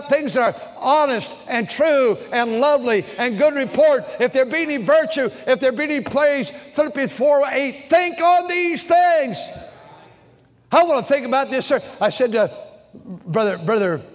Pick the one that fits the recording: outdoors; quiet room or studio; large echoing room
large echoing room